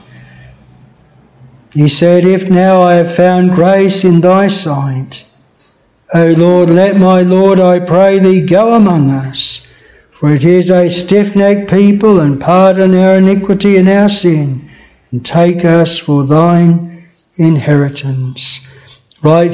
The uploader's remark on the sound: This sermon was preached at Bethel Chapel Luton.